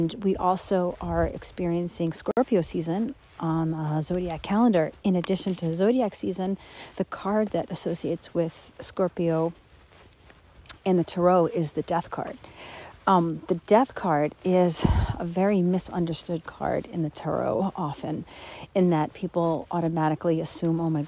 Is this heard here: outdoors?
yes